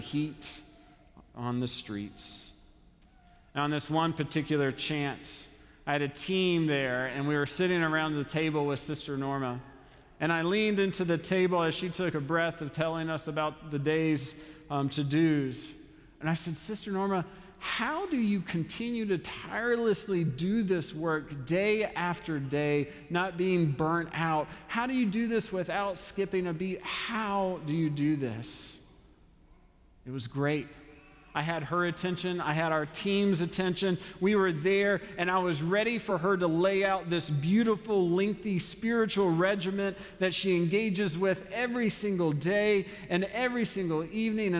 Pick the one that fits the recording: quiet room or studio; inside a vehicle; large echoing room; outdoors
large echoing room